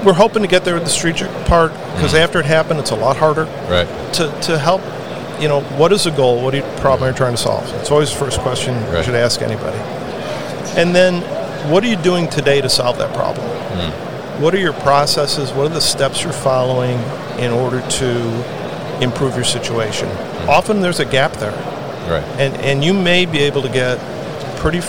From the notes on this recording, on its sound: Open Sky Group at MODEX 2022